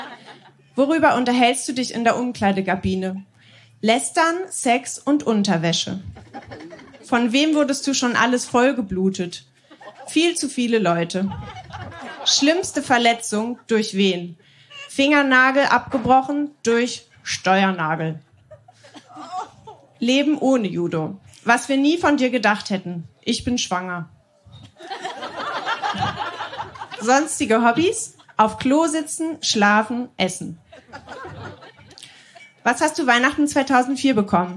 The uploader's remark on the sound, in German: Ausschnitte aus der Veranstaltung vom 22.07.2021 im Kulturhaus Insel der Jugend, Berlin. Texte von gestern“-Liveshow. Heißen Dank an das Kulturhaus Insel, unser tolles Publikum.